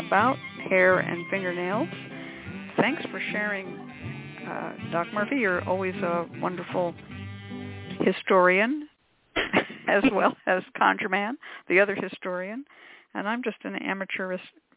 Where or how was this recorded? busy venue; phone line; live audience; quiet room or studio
phone line